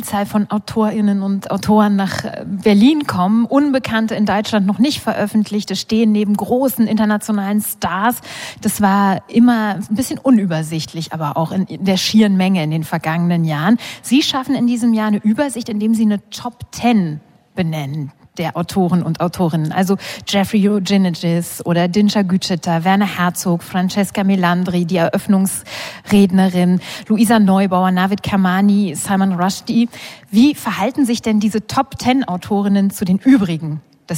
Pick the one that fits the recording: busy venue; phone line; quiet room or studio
busy venue